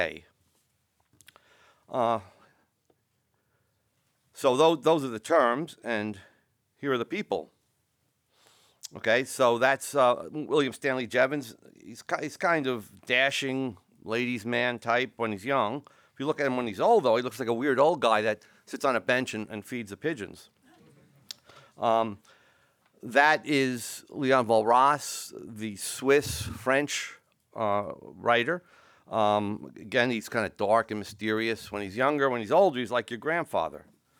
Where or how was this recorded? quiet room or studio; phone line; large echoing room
large echoing room